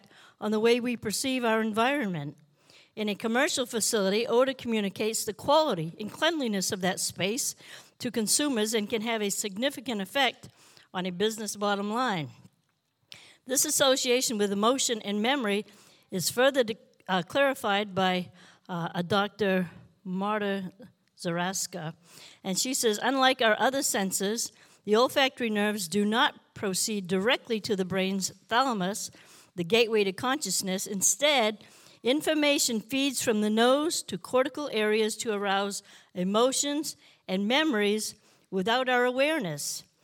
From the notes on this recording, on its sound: This JAT was recorded live on May 22nd, 2022 at Newark United Pentecostal Church.